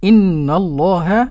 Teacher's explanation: النون حرف غنة مشدد. اسم الجلالة اللام فيه مفخمة.